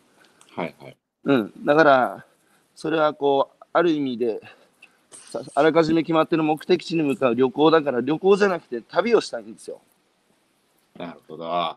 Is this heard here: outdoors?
yes